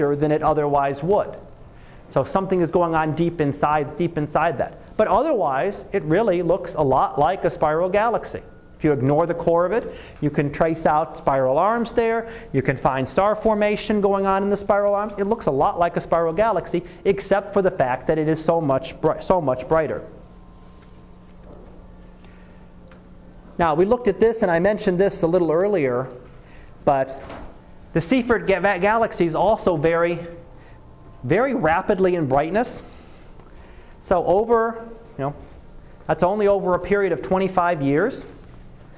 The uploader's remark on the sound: Live Class Lecture